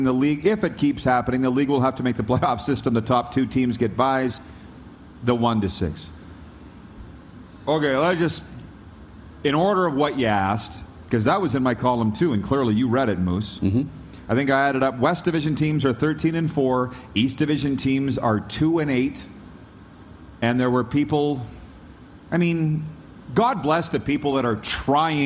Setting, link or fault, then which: setting, busy venue